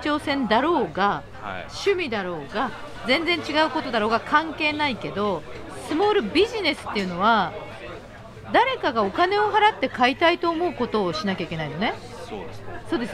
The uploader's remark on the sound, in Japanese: オーガニックワインバー喃喃 麻布十番ストアより公開収録！